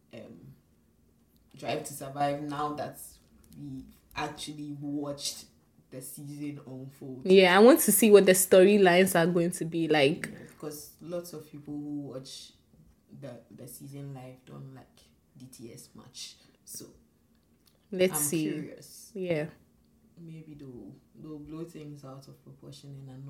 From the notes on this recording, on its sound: Apologies for the low sound which was due to a technical issue in the production of this episode